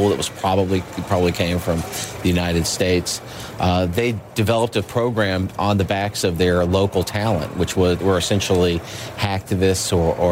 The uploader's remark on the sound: live from the New York Stock Exchange